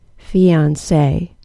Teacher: That was a long E, short O, then long A.